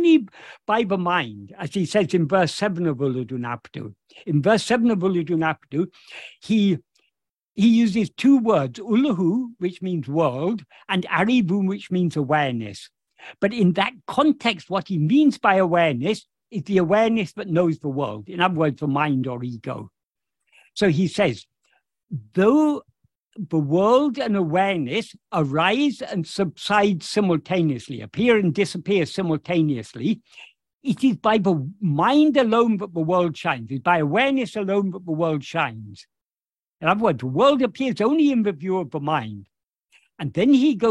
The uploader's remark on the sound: In a Zoom meeting on 3rd August 2023